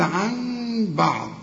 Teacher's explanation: اقلب النون الى ميم واخفيها، تخفى بالشفايف، اذا ما تضم الشفايف، قول عن بعض ما تقولش عن بعض، لا خلي انفراد في الشفايف.